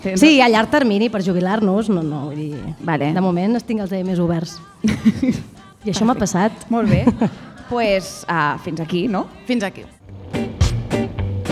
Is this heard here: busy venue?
yes